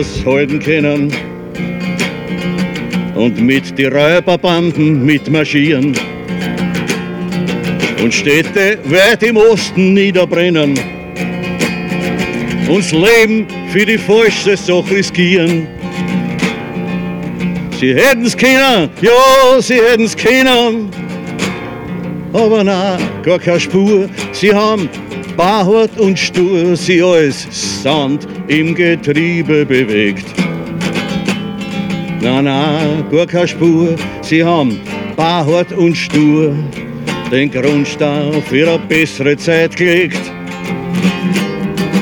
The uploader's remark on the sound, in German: 20. Gedenkveranstaltung für die Opfer der NS-Militärjustiz. Im Donaupark in Wien-Kagran. Ungeschnittene Aufnahme der Gedenkveranstaltung.